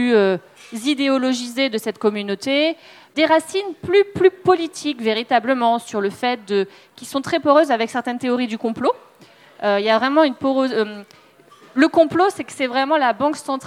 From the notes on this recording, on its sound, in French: Conférence enregistrée en public à la REcyclerie, en partenariat avec le podcast Présage.